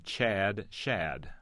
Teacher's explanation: the second word is pronounced the same as the first one, except with an S-H sound at the start, and the spelling may or may not change.